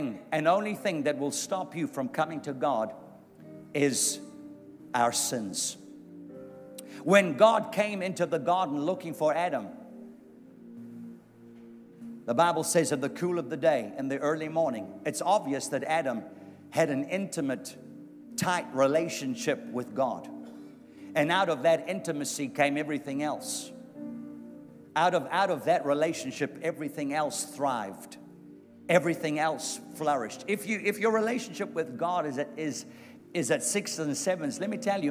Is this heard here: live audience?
yes